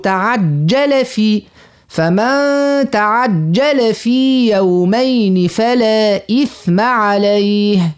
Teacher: بعد اللام فمن تعجل، ما فمش مد، نقول تعجل في